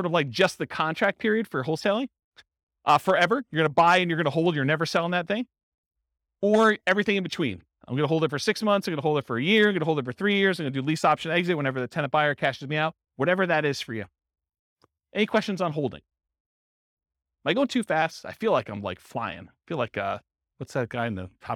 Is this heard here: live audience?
yes